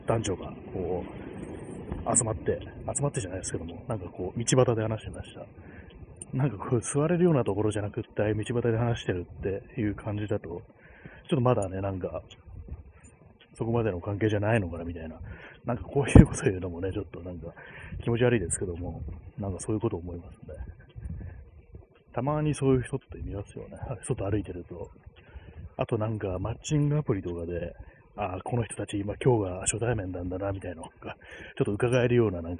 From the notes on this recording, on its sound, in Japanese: 歩きながら